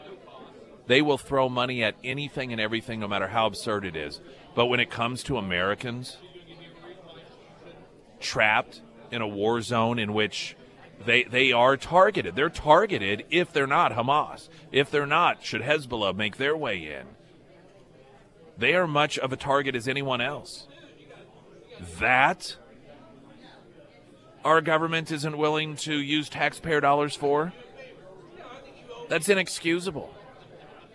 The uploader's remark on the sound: live at Scramblers Diner